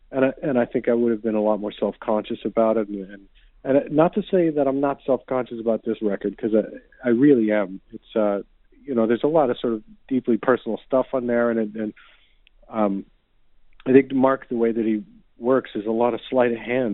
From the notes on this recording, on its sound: called